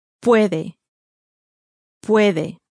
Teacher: Again, ending in a vowel, receiving its stress on the next to last syllable.